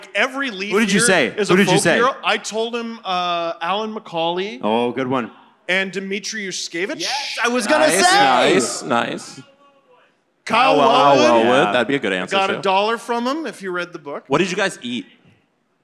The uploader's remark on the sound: We're live from The Rec Room in Toronto for All-Star Weekend.